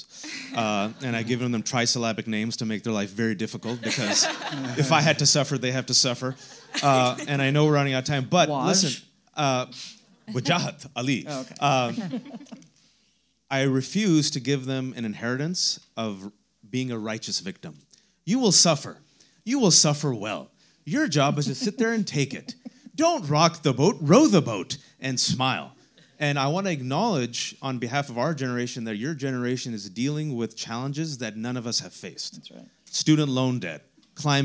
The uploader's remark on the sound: Live in Los Angeles. Live to the stage in Los Angeles.